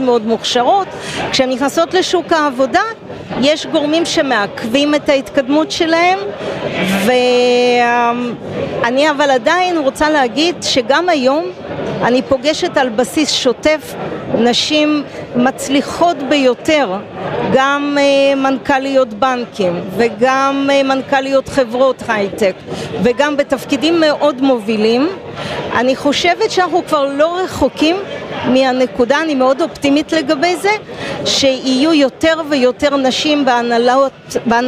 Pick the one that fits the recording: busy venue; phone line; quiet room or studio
busy venue